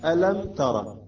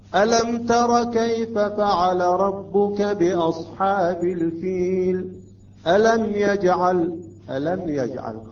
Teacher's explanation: في الإظهار بعكس الإخفاء وبعكس الإدغام يجب أن لا نتأخر على الميم الساكنة · Shown in: second take